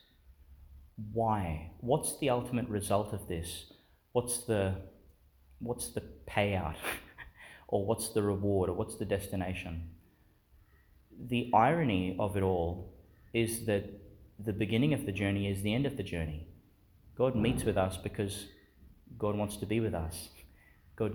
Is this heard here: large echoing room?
yes